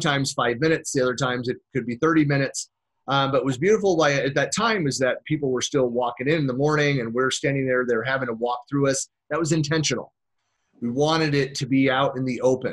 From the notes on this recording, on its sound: Virtual keynote presented in January 2019 for SharePoint Saturday Virginia Beach (#SPSVB)